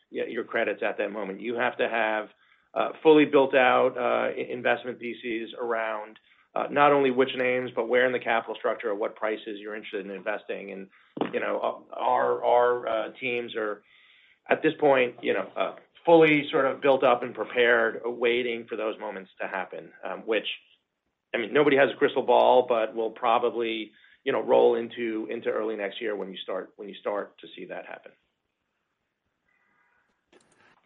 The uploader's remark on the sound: Earnings Conference Call